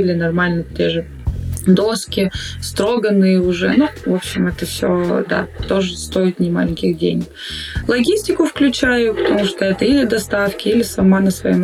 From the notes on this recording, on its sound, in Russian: Звук в этом выпуске не фонтан.